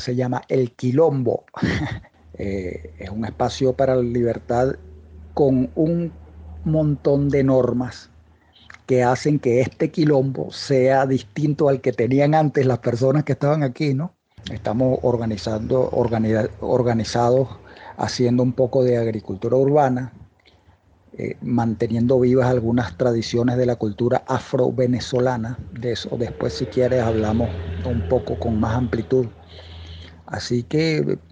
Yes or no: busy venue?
no